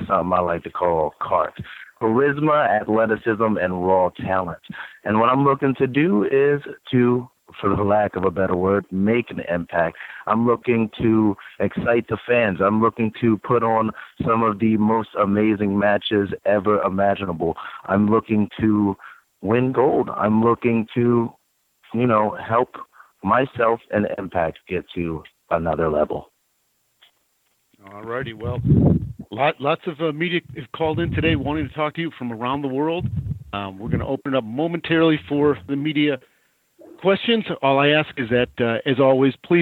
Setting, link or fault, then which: link, phone line